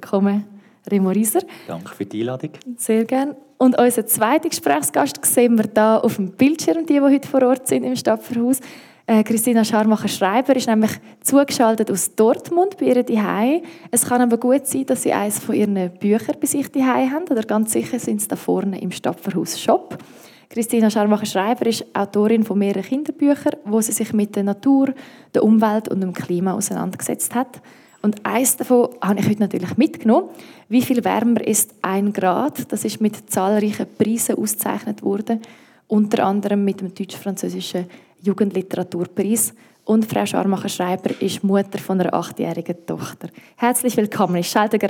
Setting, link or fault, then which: setting, live audience